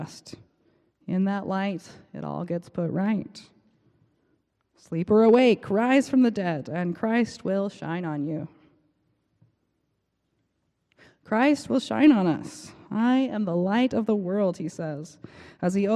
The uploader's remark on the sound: Preached on March 19 2023 at the Cathedral Church of St. Mark in Salt Lake City.